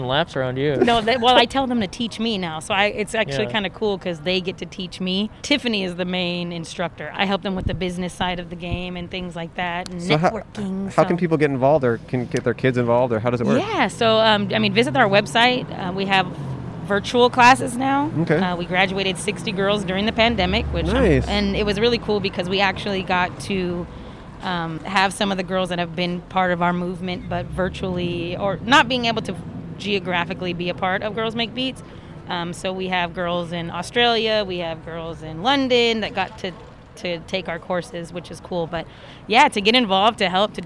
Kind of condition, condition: setting, outdoors